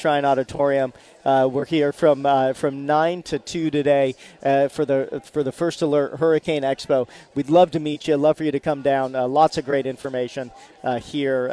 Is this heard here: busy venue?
yes